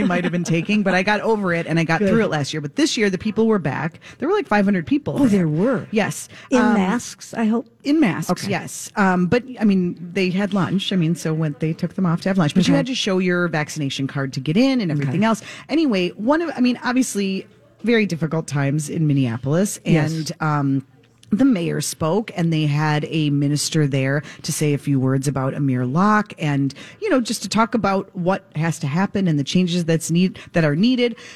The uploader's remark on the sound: Live at Max's Fine Jewelry!